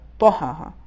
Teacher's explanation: حرف طا حروف استعلاء میں سے ہیں اور اس کو پرحجم اور تفخیم کے ساتھ ادا کرنا چاہیے · ادا کرنا چاہیے انہوں نے جب تفخیم کو ادا کیا تو حرف طا پر جو زبر ہے یہ پیش اور ضمے کی طرف مائل ہو گیا